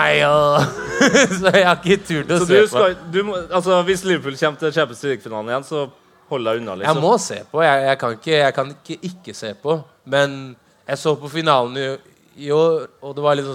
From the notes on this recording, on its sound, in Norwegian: får du æren av å være publikummer av vårt liveshow fra Slottsfjellfestivalen